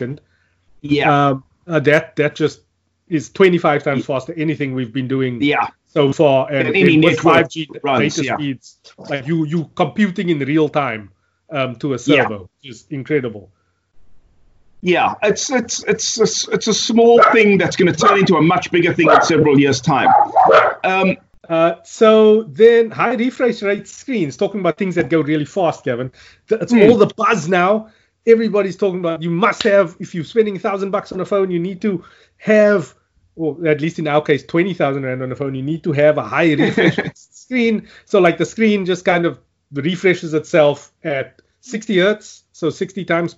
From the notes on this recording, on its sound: Recorded via Skype